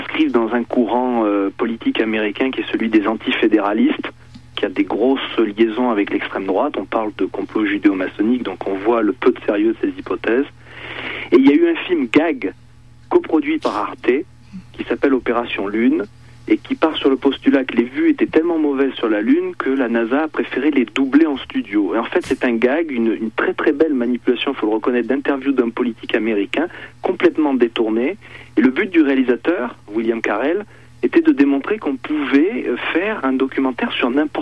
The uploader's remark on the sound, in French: par téléphone